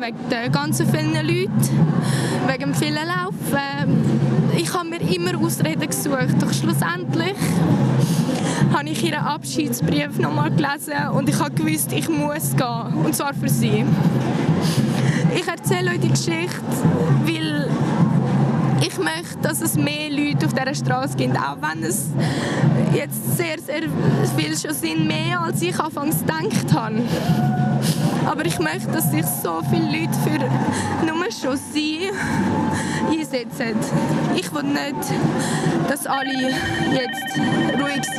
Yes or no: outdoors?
yes